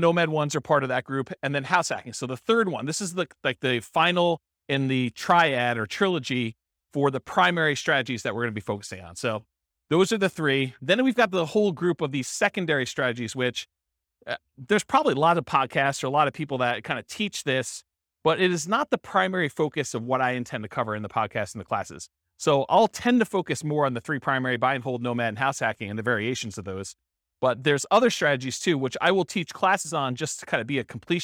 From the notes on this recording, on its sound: This was a live class recorded.